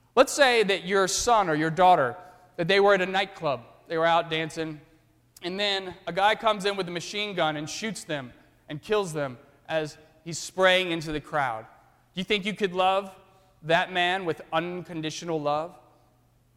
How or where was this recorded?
large echoing room